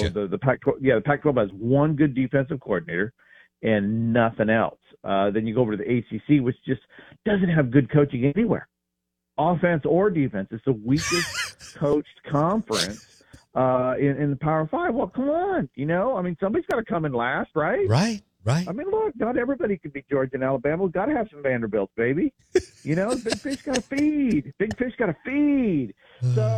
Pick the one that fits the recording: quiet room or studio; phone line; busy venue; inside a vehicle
phone line